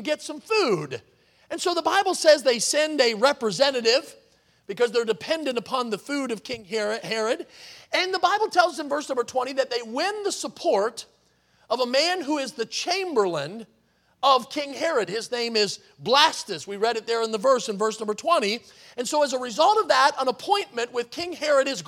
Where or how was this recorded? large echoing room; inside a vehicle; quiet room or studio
large echoing room